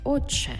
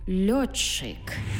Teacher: «Ти» і «чи» і утворюється в нас подовжений звук «чи»